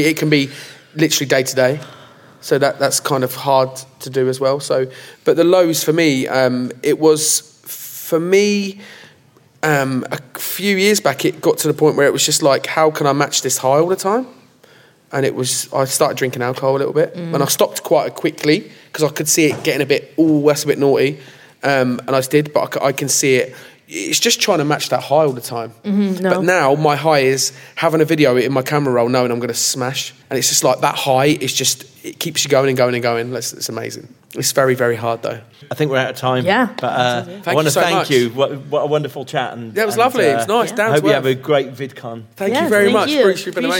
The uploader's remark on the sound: Recorded live at Vidcon 2020.